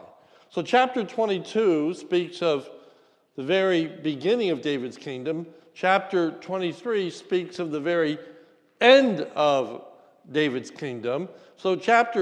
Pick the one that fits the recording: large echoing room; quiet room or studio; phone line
large echoing room